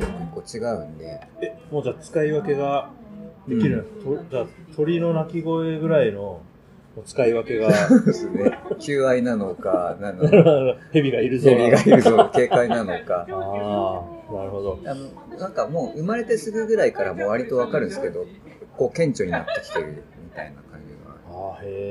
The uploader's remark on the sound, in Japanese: 飲食店でのおしゃべりをスマートフォンで録音しているので、音質にはあまり期待しないでください